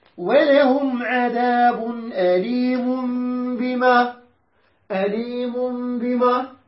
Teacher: نقلب النون نقلبها ميم